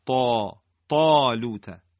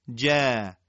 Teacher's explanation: طا طا درشته، استعلا و اطباق داره، تفخیم داره · Shown in: first take · تفخیم ناشی از استعلا و اطباق خیلی زیاده، طا گفتیم از قوی ترین حروف زبان عربیه، پس الف هم تفخیمش اینجا خیلی زیاده، طا طالوته.